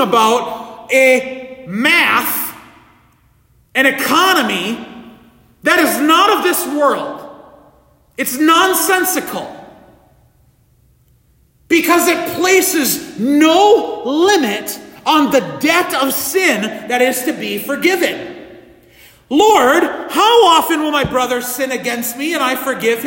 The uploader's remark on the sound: This sermon audio was recorded at the Midweek Divine Service on Wednesday, September 20, 2023.